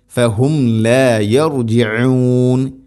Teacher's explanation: യർജിഊൻ ഐന് ഉച്ചാരണം ശ്രദ്ധിക്കുക, തൊണ്ടയുടെ മധ്യഭാഗമാണ് അതിൻ്റെ മഖ്റജ്.